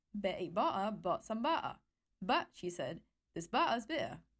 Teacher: This is what the tongue twister sounds like if I stress out the T in every word without a glottal stop. And this is what it sounds if I make the T glottal